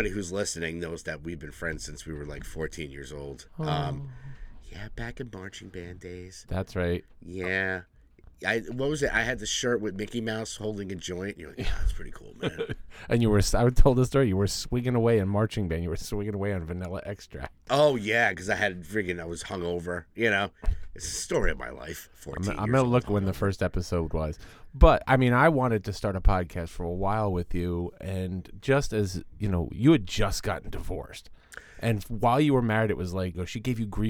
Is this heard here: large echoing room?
no